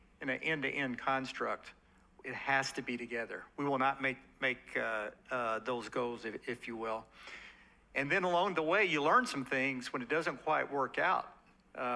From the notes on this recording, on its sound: LIVE. One of the amazing panel sessions hosted at Plug and Play's recent Supply Chain Expo held in Northwest Arkansas.